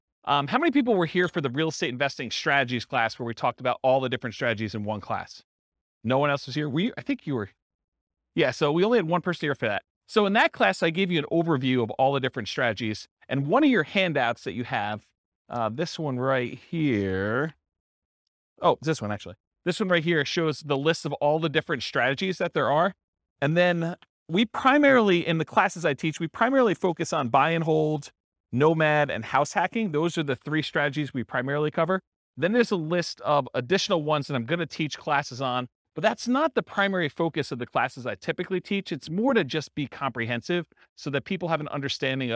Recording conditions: live audience